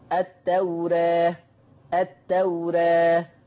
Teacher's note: يلزم من تقليل الألف ترقيق الراء